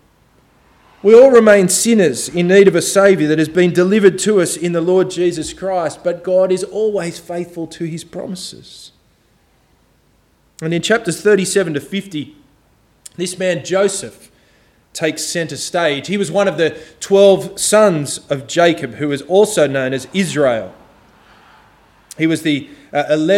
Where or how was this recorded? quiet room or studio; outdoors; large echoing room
large echoing room